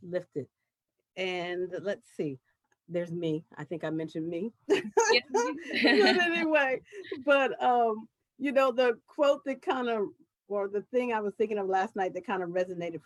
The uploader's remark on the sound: a live virtual panel